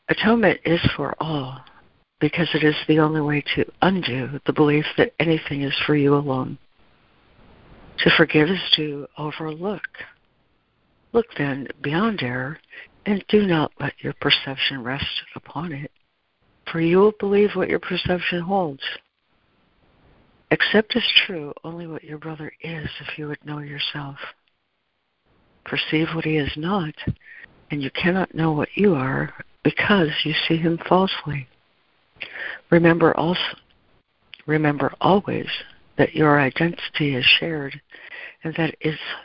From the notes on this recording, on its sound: ACIM Daily Conference Call